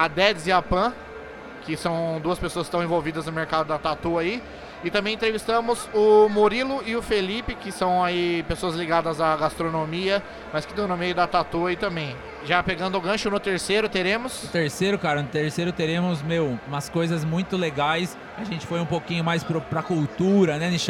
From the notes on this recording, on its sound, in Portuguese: Eis o 3º e último programa especial gravados diretamente da III Mogi Expo Tattoo, o maior evento de tatuagens e piercings do Alto Tietê.